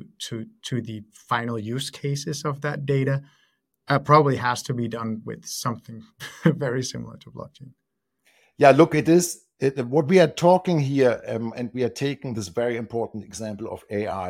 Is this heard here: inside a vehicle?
no